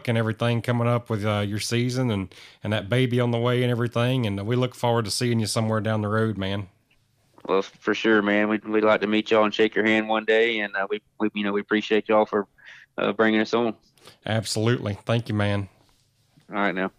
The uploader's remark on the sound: On the phone.